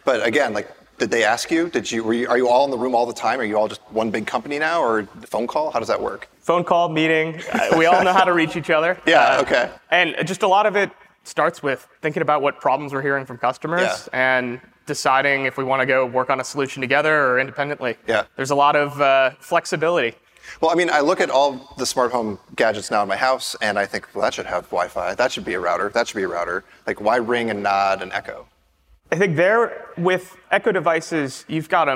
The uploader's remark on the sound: Live at On The Verge in New York City. Live at On The Verge in New York City.